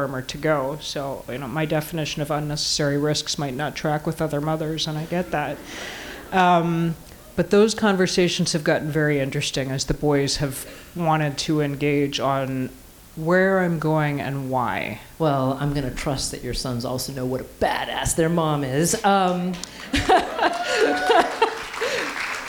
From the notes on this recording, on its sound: live at the Brattle Theatre in Cambridge, Mass.